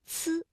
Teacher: 舌尖要抵住上齿背，阻碍气流，然后舌尖稍稍的离开，让这个气流从窄缝当中挤出，摩擦成音